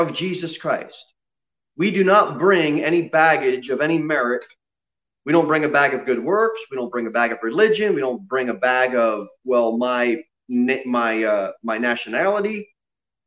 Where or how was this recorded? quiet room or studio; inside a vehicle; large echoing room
large echoing room